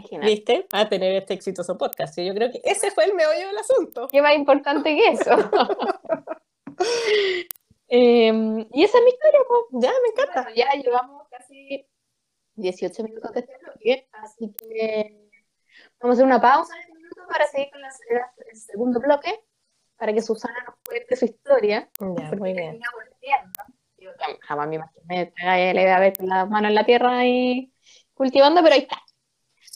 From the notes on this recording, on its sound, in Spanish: Bueno, espontáneo pero con algunos problemas de audio.